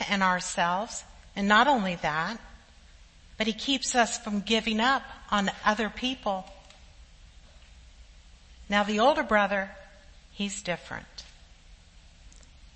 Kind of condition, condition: setting, large echoing room